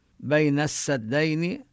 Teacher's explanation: وهنا تدغم اللام بالسين فنشدد السين